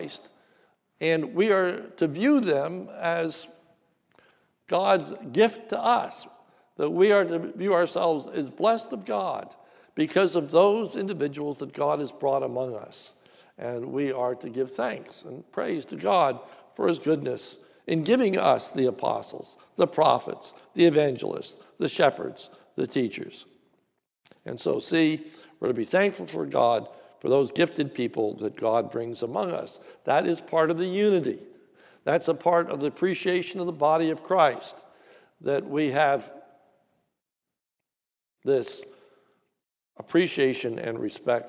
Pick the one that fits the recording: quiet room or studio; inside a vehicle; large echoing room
large echoing room